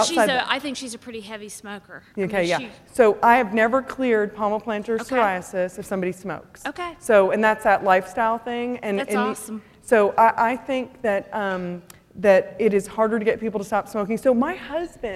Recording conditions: live audience